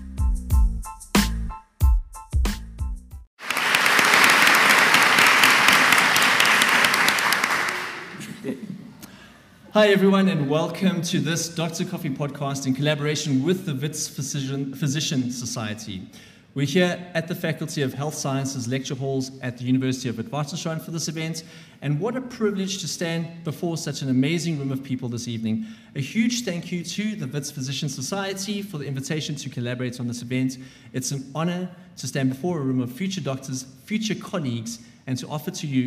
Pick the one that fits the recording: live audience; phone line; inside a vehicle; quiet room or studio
live audience